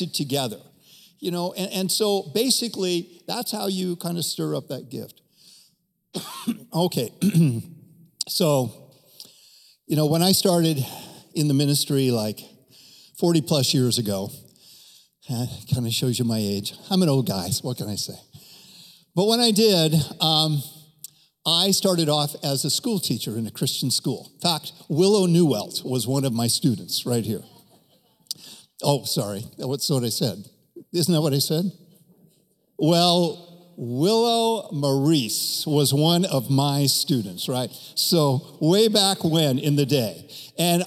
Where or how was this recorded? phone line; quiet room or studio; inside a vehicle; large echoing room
large echoing room